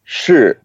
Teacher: It's fourth tone going down.